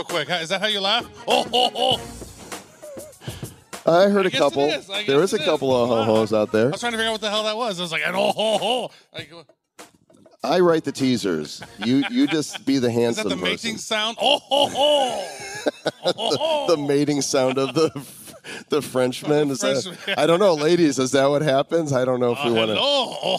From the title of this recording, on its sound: Live from Paris Blockchain Week Summit